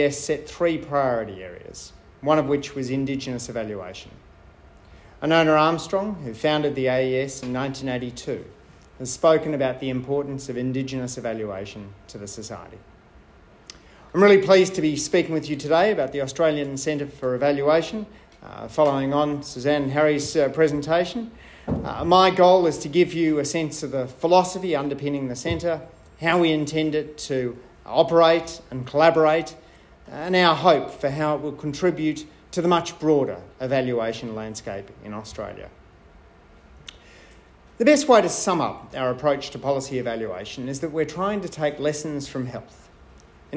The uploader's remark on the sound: I spoke at the Australian Evaluation Society’s annual conference